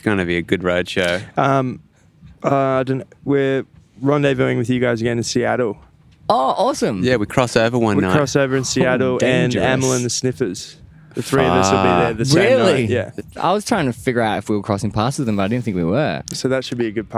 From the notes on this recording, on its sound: This episode was recorded live at Desert Daze 2022.